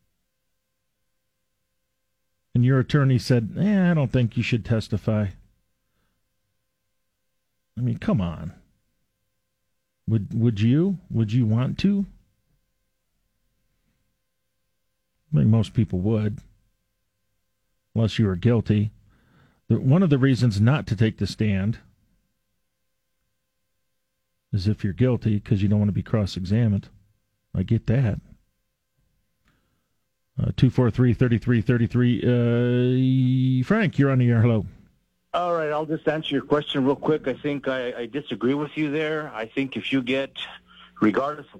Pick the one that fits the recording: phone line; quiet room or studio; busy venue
phone line